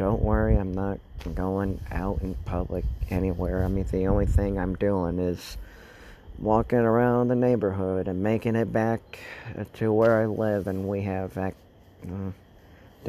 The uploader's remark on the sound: while recording outside